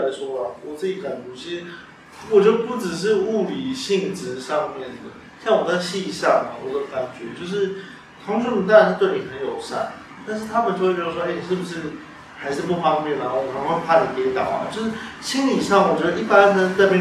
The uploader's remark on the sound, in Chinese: 錄音設備真的很陽春